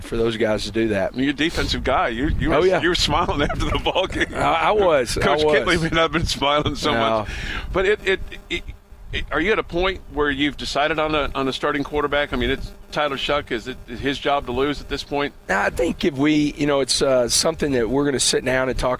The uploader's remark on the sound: while on location at the Tee off for Kids Covenant Golf Tournament